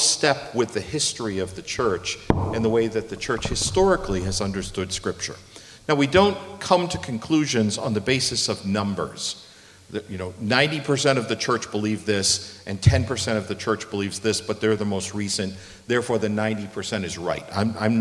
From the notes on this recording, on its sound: We have another release from our 2023 Spurgeon Conference. This one is the Q&A we had at the end of the conference. Even with it being the end of the day, 6 speakers, and a BBQ lunch, we had fantastic interaction from our attendees and our conference speakers.